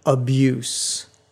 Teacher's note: The S is unvoiced in the noun form